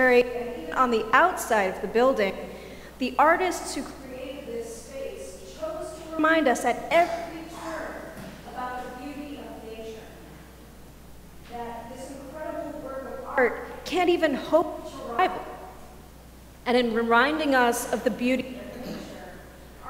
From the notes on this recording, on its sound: Sermons from Old South Church in Boston.